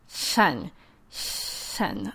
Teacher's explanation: the middle of their tongue makes contact with their soft palate or with the roof of their mouth when they're trying to make the S sound. So instead of sun, it would be shen, shen. · Term: palatal lisp